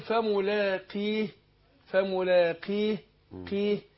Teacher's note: القاف المكسورة بتاخد أدنى درجات التفخيم